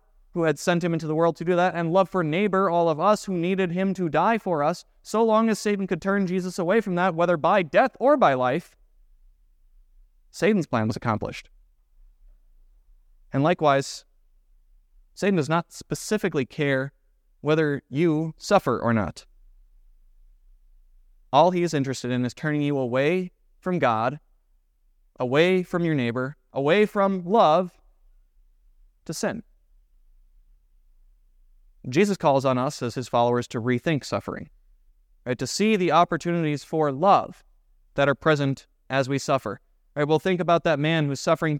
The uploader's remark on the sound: was preached at Grace of God Lutheran Church